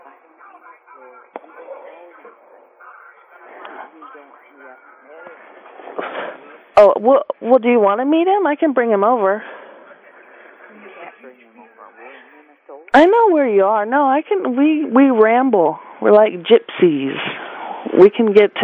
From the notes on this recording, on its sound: Prank Phone Calls